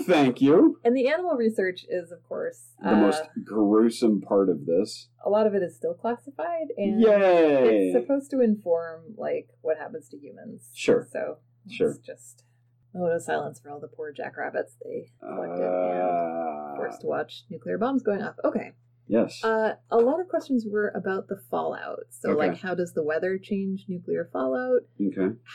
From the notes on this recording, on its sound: The audio in this episode is really, really bad. Tried recording in a new location and it backfired horribly! The discussion and story are (hopefully) good, but the audio is not.